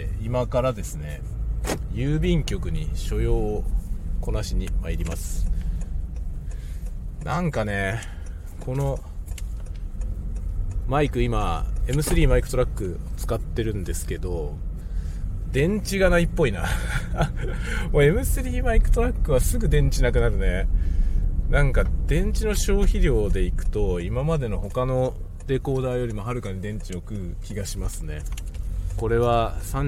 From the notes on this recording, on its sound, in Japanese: M3 MicTrakでドライブ収録のテスト。M3 MicTrakでのドライブ雑談をテストしようとしたら電池切れによりいろんなことになった回。使用マイク：ZOOM M3 MicTrak、Marantz MPM-1000 使用オーディオI/F：Focusrite 8i6 Gen3。